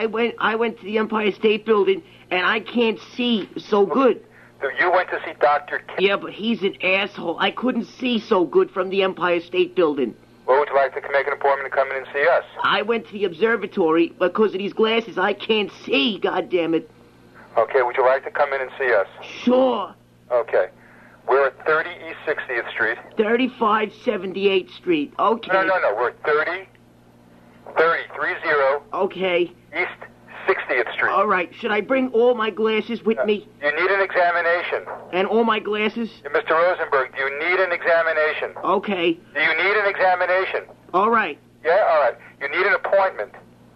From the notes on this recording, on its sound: Prank Phone Calls.